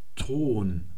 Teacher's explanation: Das wird im Altgriechischen wie ein stimmloses, behauchtes K gesprochen